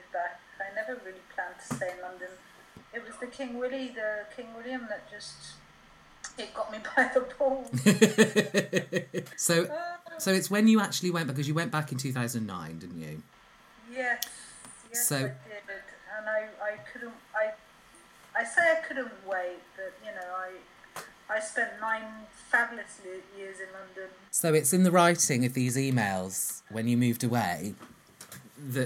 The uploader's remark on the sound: Apologies for the slight feedback, we had technical problems!